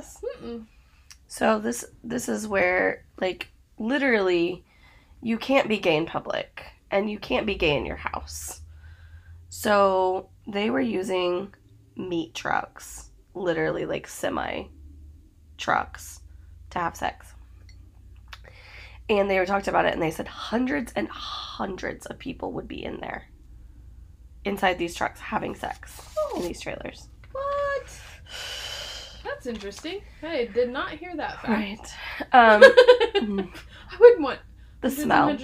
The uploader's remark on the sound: Get ready for all the shenanigans of sound issues, family coming through while recording.